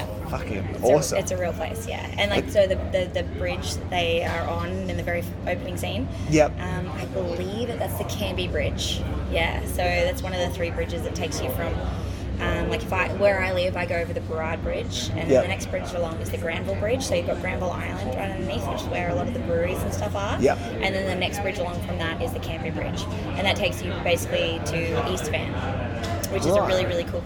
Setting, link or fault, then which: fault, background noise